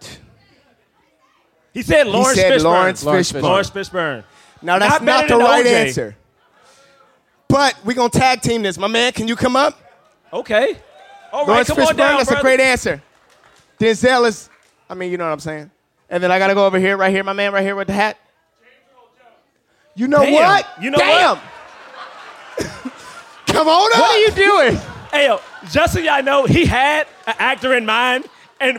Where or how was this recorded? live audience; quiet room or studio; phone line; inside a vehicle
live audience